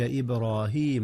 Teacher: جاءت القلقلة هنا في باء إبراهيم يا أستاذنا